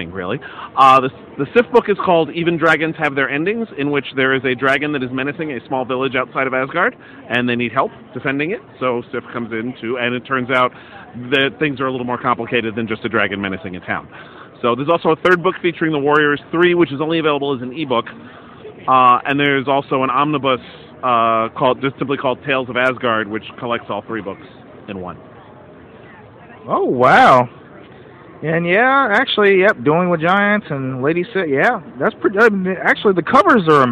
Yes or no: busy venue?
yes